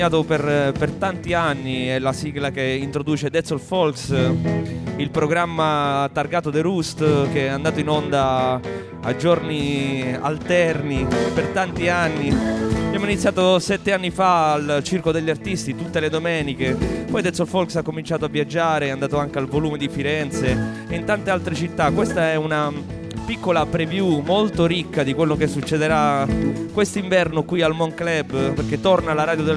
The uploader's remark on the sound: MONK CLUB. Live at MONK. Live Streaming. Live Folk Radio Show.